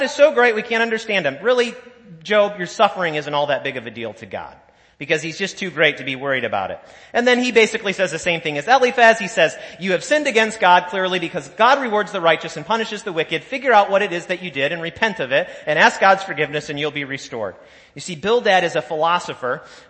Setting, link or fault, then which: setting, large echoing room